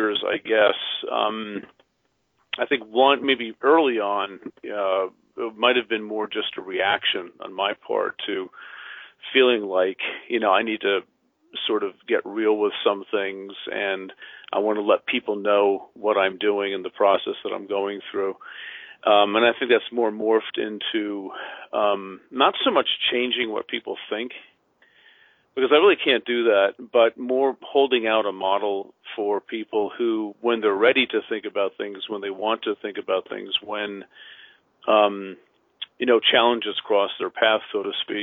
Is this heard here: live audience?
no